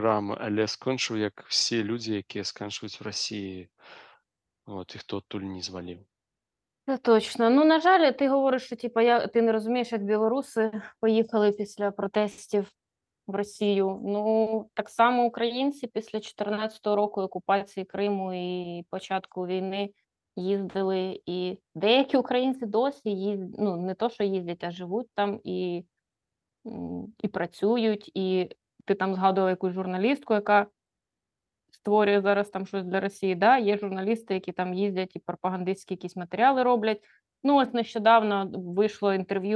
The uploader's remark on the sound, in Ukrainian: ми сидимо в ЗУМ і записуємо подкаст